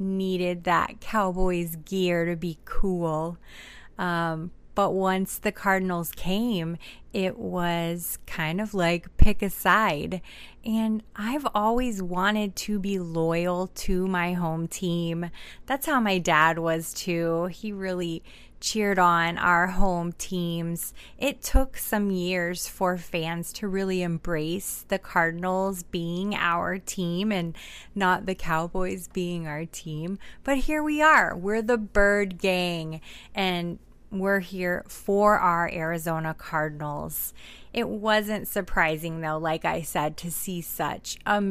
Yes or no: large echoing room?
no